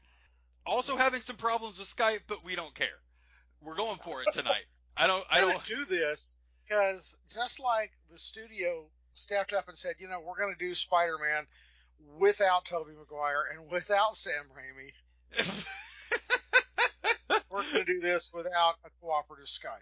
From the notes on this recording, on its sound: There are technical difficulties throughout.